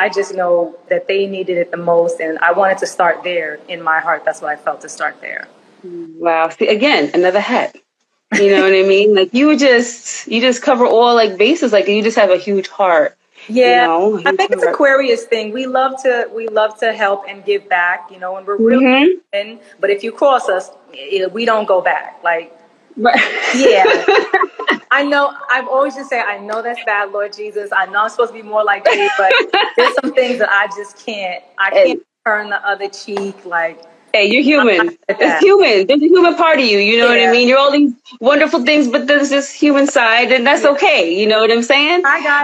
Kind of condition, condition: link, video call